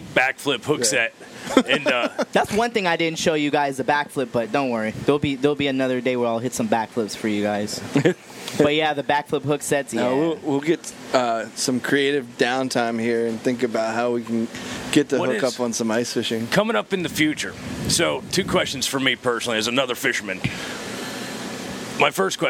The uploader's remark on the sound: We are live at the F and F Bait and Tackle.